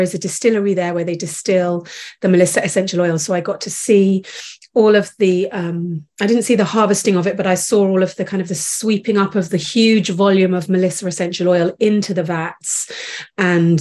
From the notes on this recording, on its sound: This episode is from a live Call